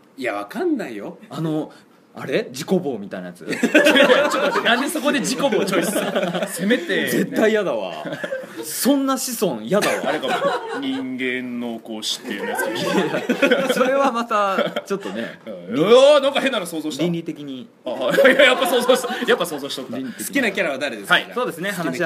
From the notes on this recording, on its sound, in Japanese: 公開収録